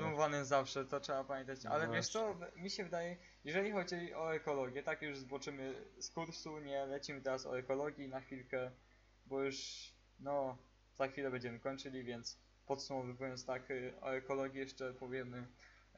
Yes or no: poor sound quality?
yes